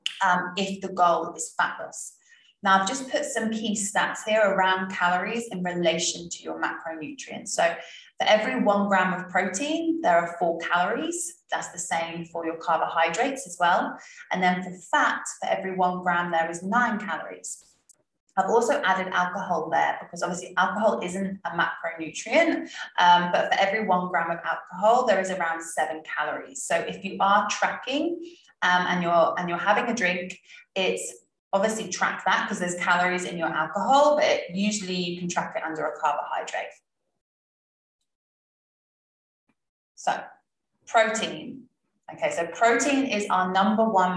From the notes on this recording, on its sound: Last week I recorded a webinar for my members about the basics of nutrition. You won't get to see my animated face, but I thought releasing the audio would help.